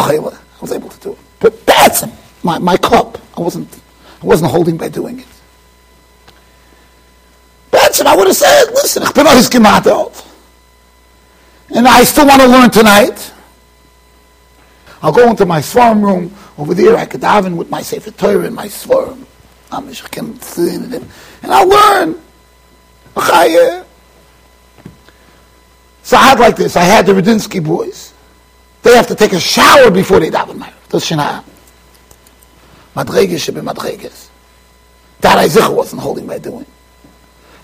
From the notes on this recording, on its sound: Shiur recorded in Yeshivas Ohr Reuven, Monsey NY.